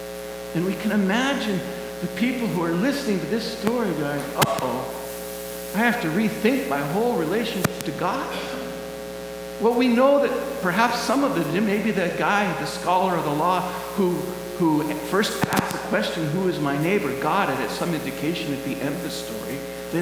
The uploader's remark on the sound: Please excuse the buzz in the audio background!